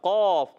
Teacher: یہ کاف اور یہ قاف دونوں کا مخرج ہے جدا. قاف زبان کی جڑ، تالو کا نرم حصہ